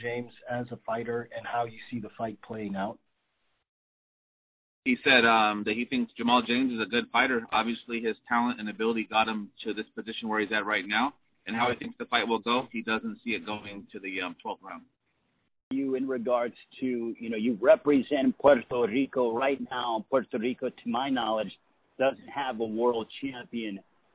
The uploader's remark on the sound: Conference call. Many thanks to Swanson Communications and the PBC for graciously providing this audio.